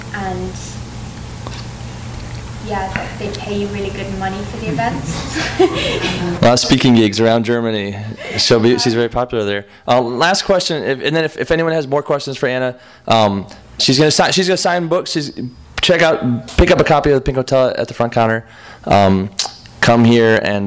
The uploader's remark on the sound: THIS EVENT WAS RECORDED LIVE AT SKYLIGHT BOOK MAY 1, 2013.